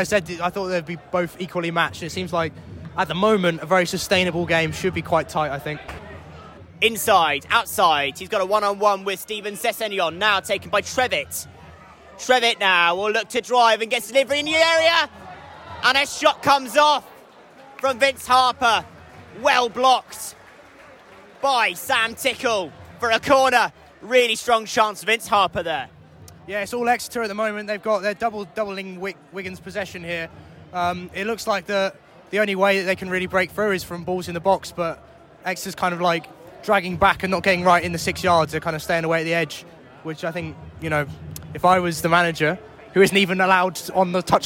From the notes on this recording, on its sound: Live commentary. XpressionFM Sport commentary.